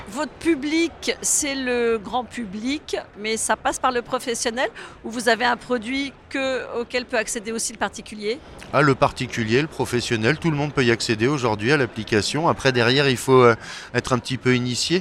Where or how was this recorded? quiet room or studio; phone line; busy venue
busy venue